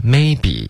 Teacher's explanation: OK, maybe 要注意不要发 maybe,maybe, OK,它不是一个的的的一个语调，它是一个 maybe,、嗯、 OK,所以重音是第一个，然后要注意双元音 maybe